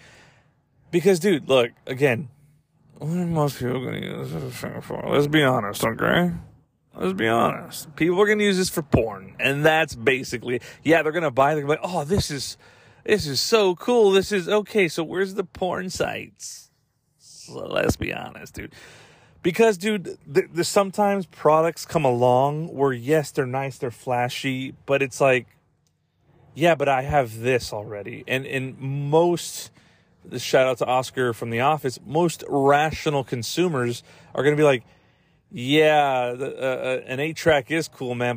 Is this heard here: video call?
no